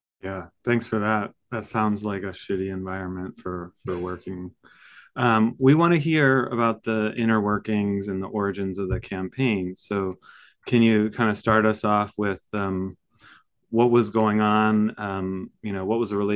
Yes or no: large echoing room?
no